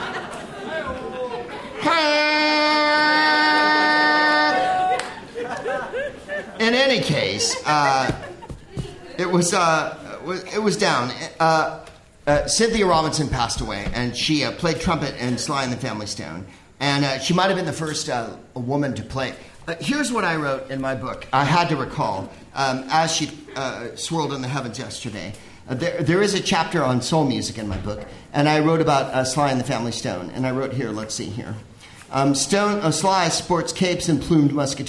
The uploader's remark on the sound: Live from the Bell House in Brooklyn